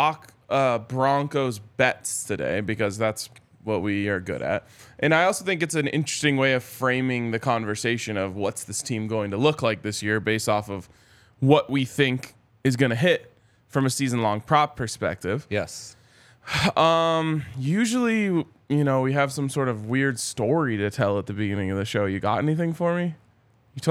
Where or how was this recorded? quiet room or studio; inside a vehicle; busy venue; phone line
busy venue